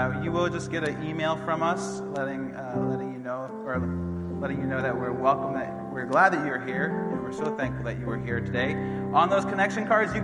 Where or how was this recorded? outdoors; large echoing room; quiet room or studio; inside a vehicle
large echoing room